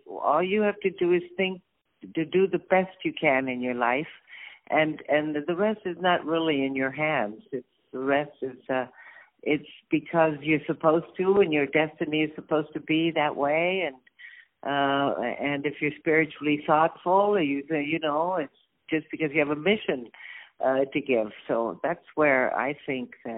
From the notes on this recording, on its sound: On the phone